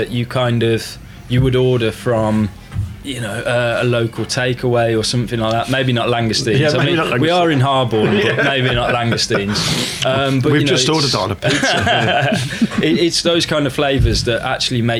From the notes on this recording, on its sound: some of this episode was recorded at Taco Fest at the Bond in Digbeth